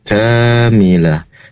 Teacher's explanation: Zarahum kamilah, mim sukun bertemu dengan kaf, tentunya izhar syafawi, diperjelas mim sukunnya karena mim sukun berasal dari syafah atau bibir ya.